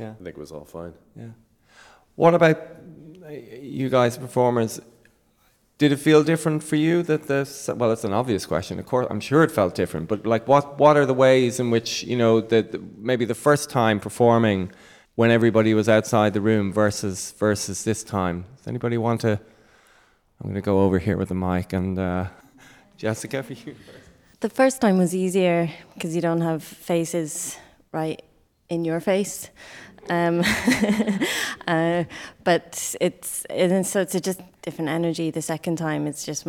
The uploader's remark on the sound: Amplify live at New Music Dublin. The second of two live recordings for New Music Dublin 2022. Live performance of his multisensory piece.